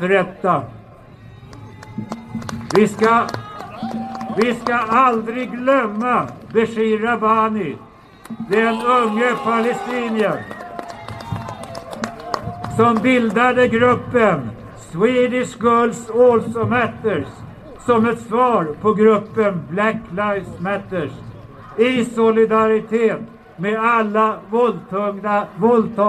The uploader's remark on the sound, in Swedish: Talar på Mynttorget 10 mars 2019.